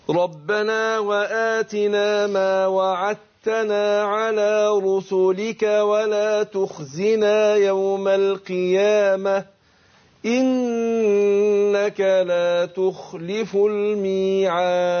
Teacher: الدال حرف مقلق والقلقلة في الوقف بتكون أبين وأوضح